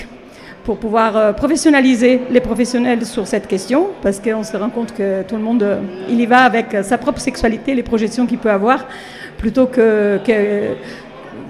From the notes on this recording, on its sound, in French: En direct du salon Amours et handicap de Hyères